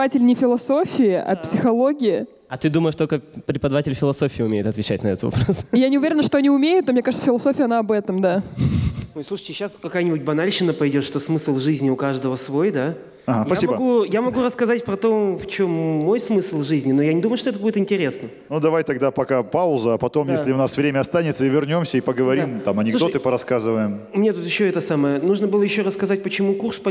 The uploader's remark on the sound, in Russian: Мы записали этот сезон в рамках встречи с абитуриентами 24 июля. Из-за пандемии всех-всех позвать мы не могли.